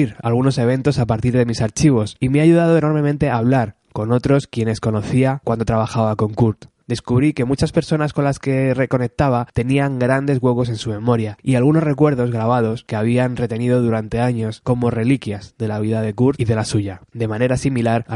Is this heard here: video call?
no